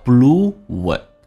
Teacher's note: blew 跟 it 有一个连音，这是元音跟元音之间的连音，元音跟元音之间不是加 w 就是加 y